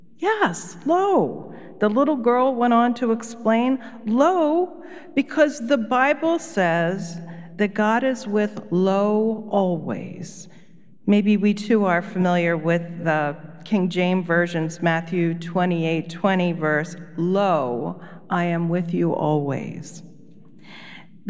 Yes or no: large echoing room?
yes